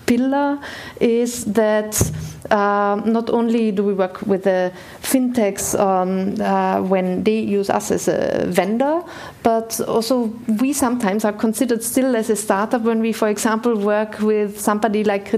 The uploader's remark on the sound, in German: Digital Finance Conference der Bitkom. Panels vom #dgfin19.